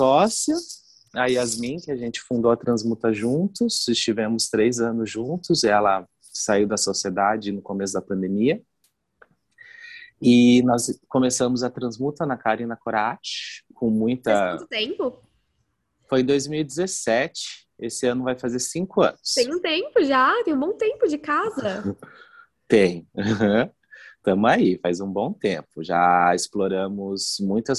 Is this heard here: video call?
yes